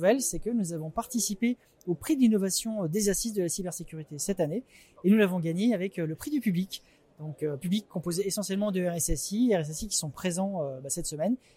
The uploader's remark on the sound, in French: un épisode spécial enregistré aux Assises de la Cybersécurité qui ont eu lieu à Monaco la semaine dernière